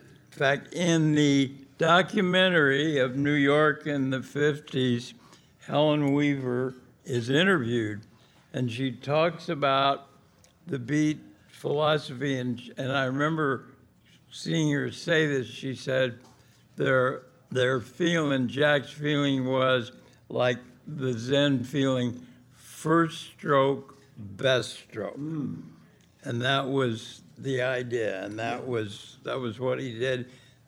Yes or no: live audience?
yes